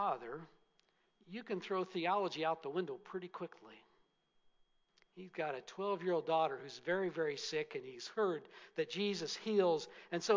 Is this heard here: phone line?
no